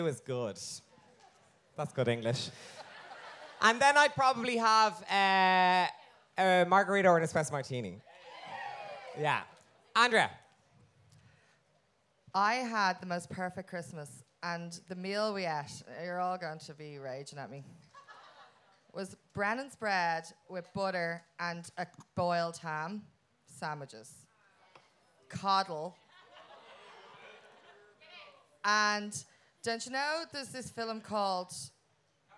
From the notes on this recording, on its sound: Recorded in front of a live audience at All Together Now 2022.